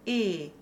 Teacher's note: we should also close the vowel from open epsilon e to a closed lowercase e, so e. In some transcriptions, they'll actually write that sound as a lowercase i, which is what you'll hear in colloquial speech.